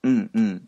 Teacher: 口を開けた状態で、うんうんというふうに言えば NG の発音